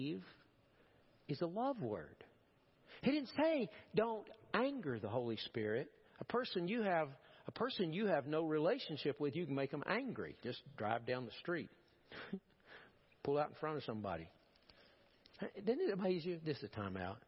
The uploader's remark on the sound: Preached at First Baptist Church of Powell.